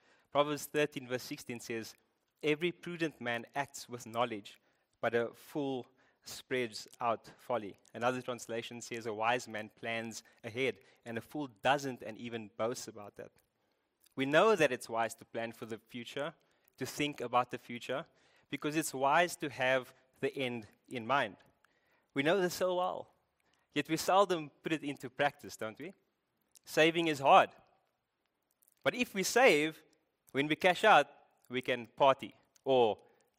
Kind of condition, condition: setting, large echoing room